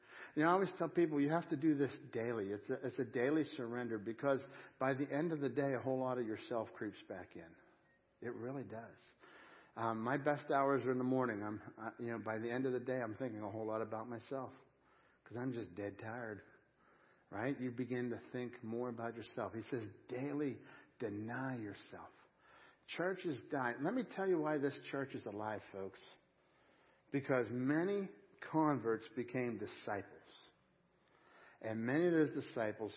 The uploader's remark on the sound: Crossroad Ministries Live Service